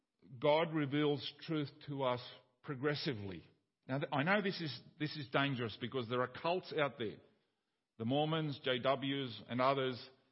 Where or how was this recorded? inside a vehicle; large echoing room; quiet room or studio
large echoing room